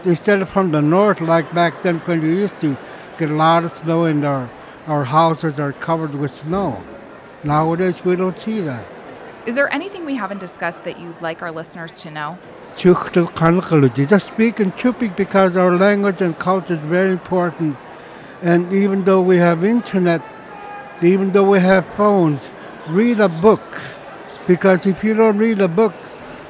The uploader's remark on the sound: we’re at the Alaska Federation of Natives conference in Anchorage